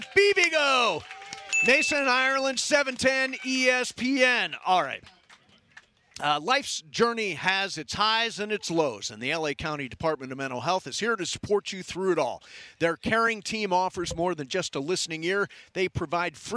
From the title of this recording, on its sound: LIVE From Ralphs in Redondo Beach!